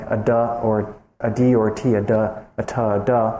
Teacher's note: we call alveolar because the front of the tongue tip is actually placed against the teeth